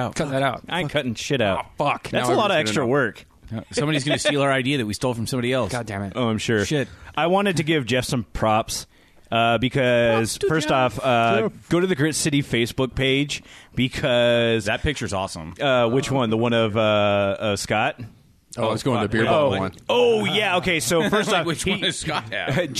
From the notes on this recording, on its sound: This time the guys recorded from Tacoma’s Art on the Ave 2018. Art on the Ave is Tacoma’s largest art based event that celebrates music and arts along 6th Avenue from State St to Alder.